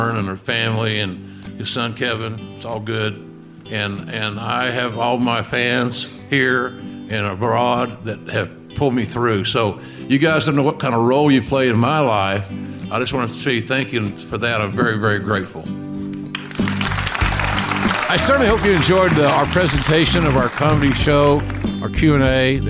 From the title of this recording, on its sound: Live at Hilarities Cleveland